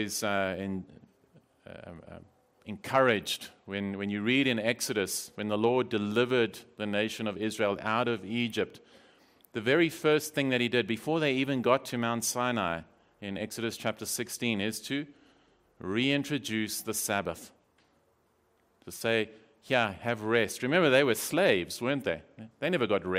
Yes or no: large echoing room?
yes